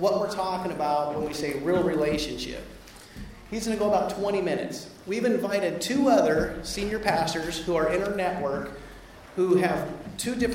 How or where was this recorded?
live audience